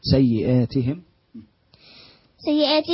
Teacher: ألف ألف مد بدل حركتين